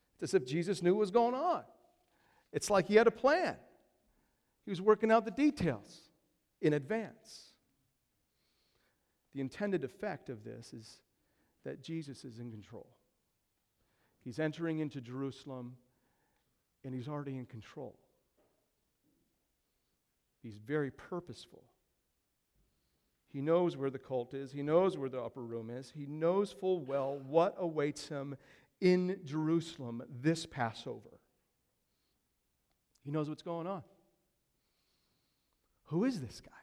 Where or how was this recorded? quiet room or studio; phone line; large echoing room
large echoing room